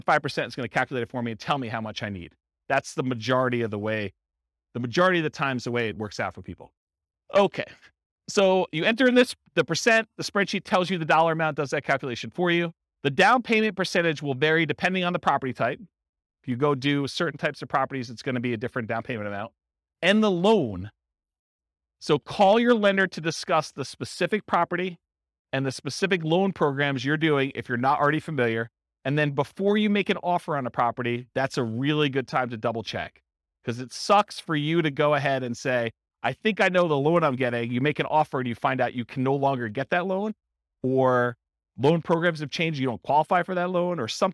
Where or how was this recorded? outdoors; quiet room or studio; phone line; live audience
live audience